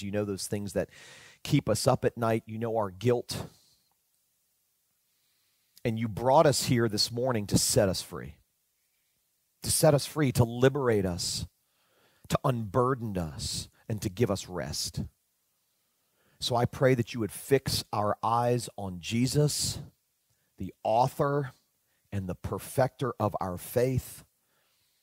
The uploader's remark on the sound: delivered back in March 2019 at Spring Hills Church (Santa Rosa, California)